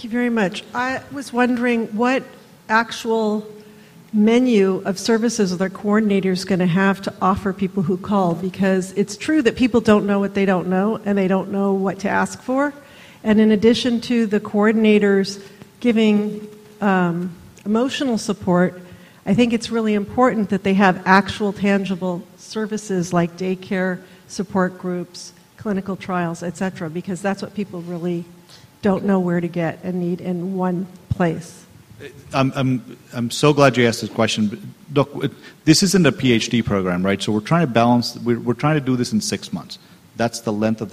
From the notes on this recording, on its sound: This panel at the UsAgainstAlzheimer's 2017 Disparities Symposium